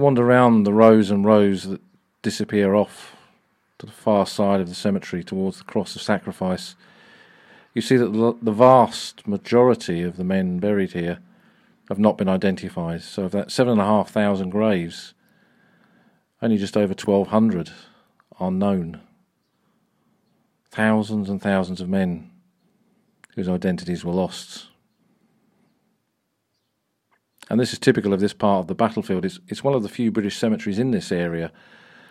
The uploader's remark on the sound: This weeks episode was recorded a few weeks ago whilst on the battlefields of Flanders. We visit a small cemetery in the fields near Boesinghe. Walk among the vast legion of unknown soldiers at Poelcapelle.